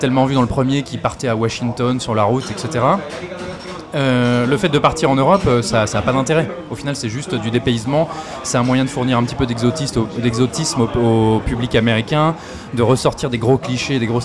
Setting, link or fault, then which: setting, busy venue